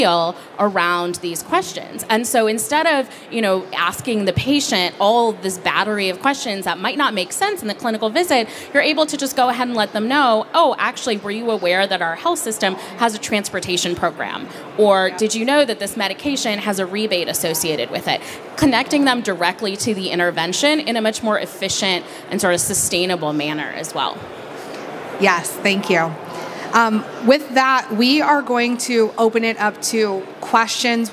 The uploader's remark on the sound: In-booth session at HIMSS 2023. This session is an interactive fireside chat, encouraging audience participation.